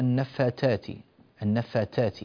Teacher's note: في كلمة النفاثات بدفع اللهجة المغربية الثاء تنقلب إلى تاء أحيانا فتصير النفاثات النفاثات هكذا، وهذا لا يصح، فالثاء انقلبت إلى تاء فهذا لا ينبغي